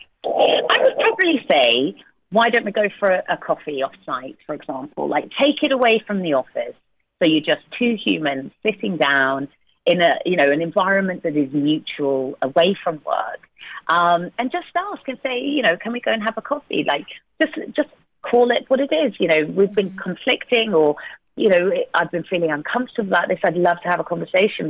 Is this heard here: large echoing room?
no